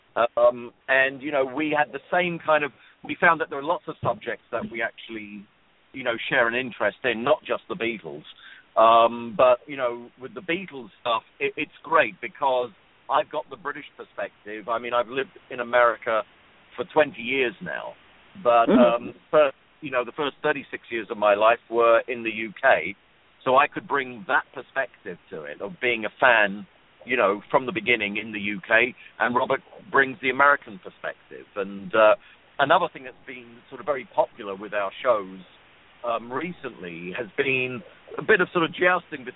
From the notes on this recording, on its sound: this special program will be broadcast LIVE from "… at the Ridge